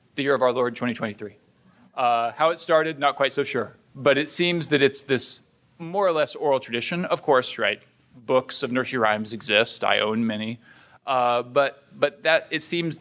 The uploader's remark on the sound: This is the third in a series of shows from presentations delivered at the Hoogland Center for Teacher Excellence seminar on the art of teaching children's literature. The Hoogland Center is an outreach of the Hillsdale College K-12 Education Office.